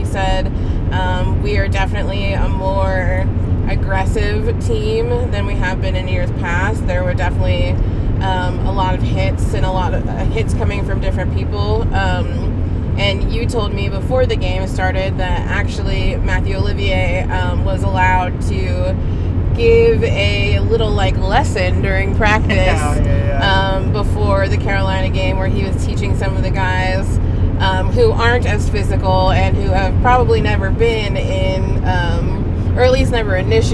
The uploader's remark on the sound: Opening Night Carcast